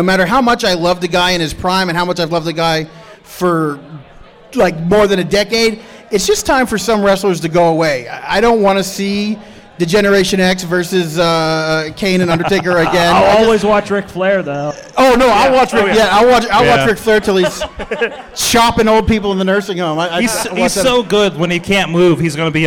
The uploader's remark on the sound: We are LIVE at Pittsburgh Podcon celebrating International Podcast Day at Spirit Lounge in Pittsburgh, PA